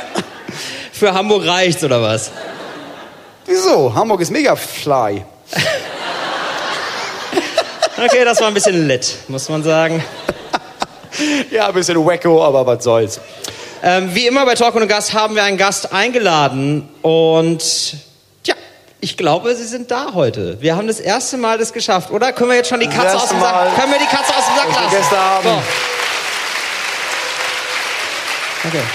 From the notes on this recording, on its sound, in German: Live vom Podcastfestival Hamburg. Live MIT Herrengedeck vom Podcastfestival Hamburg.